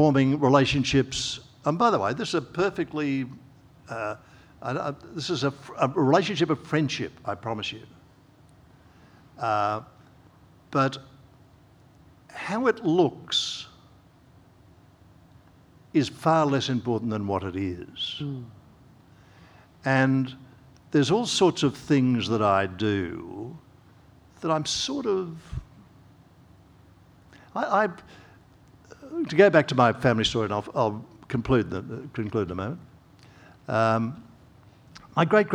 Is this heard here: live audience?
yes